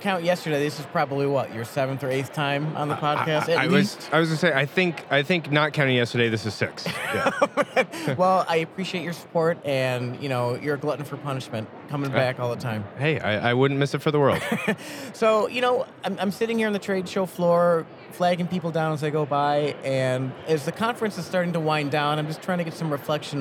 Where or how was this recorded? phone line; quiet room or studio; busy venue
busy venue